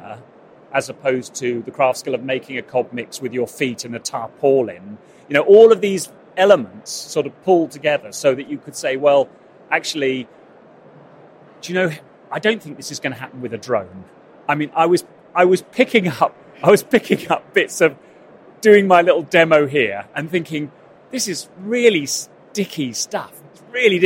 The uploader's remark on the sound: Conversations recorded at Futurebuild 2022